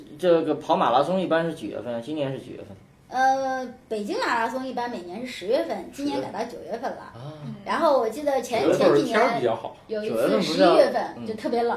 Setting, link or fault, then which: fault, poor microphone